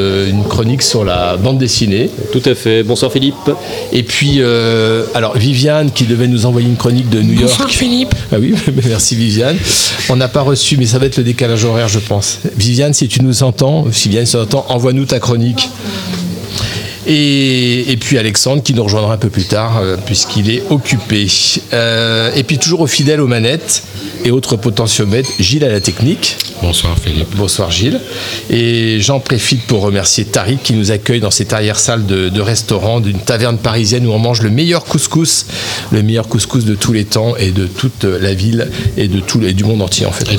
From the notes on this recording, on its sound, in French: en direct et en live de notre studio éphémère planté dans l'arrière salle du Founti Agadir